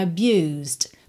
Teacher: E aqui a gente ouve só um Dzinho mesmo, bem de leve, fechando aí esse som · Porque a gente tem o S direto pro D. Esse E de abused não é pronunciado.